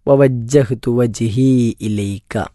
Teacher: ഹാ സാധാരണ കെട്ടുള്ള ഹാ ആണ്, തൊണ്ടയുടെ ഏറ്റവും താഴ്ഭാഗത്തു നിന്നും പുറപ്പെടേണ്ട അക്ഷരമാണ്. മ മലയാളത്തിൽ സമാനമായ ഒരു അക്ഷരം ഉള്ളതുകൊണ്ട് എന്നെ പല ആളുകളും തെറ്റിക്കാറില്ലാത്തതായ ഒരു അക്ഷരമാണ്.